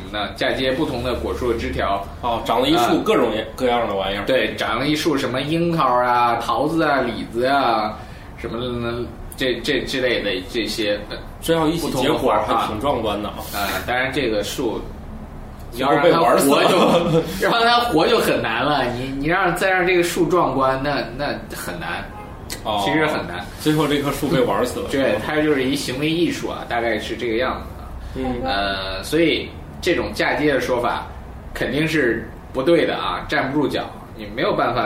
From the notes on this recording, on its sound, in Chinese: 本期节目为在张大妈办公区用录音笔录制，可能有街道上的杂音，请见谅。